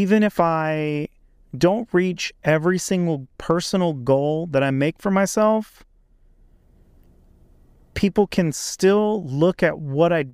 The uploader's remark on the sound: In this episode, I recorded in my car